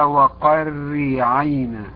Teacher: هذه الراء فيها مكسورة مشددة، لا تفخموها